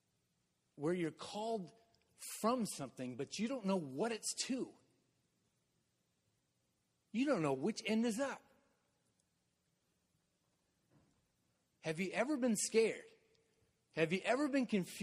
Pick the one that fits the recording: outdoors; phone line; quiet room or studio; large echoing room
large echoing room